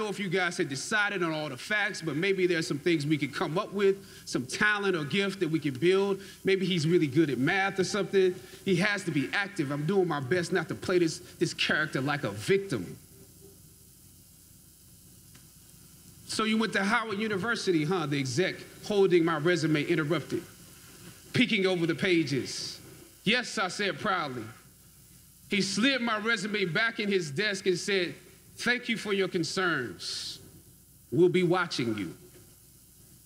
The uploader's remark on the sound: Howard University 2018 Commencement Speech